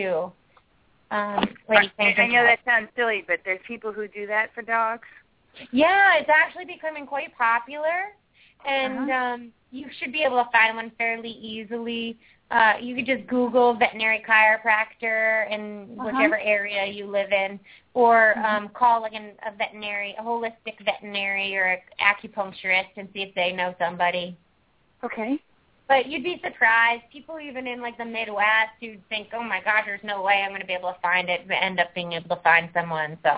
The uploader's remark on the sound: open up the lines for listeners to call